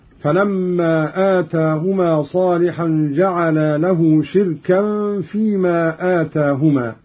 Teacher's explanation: قوله تعالى: فلما آتاهما صالحا جعلا له شركاء فيما آتاهما. قرأ قالون بكسر الشين وإسكان الراء وتنوين الكاف وترك الهمز